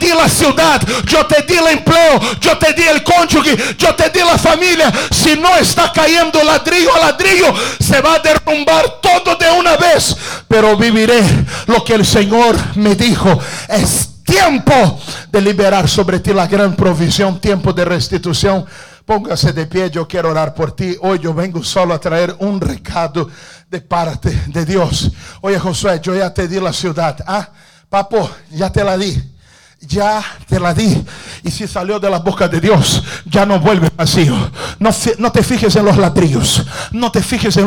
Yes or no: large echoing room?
yes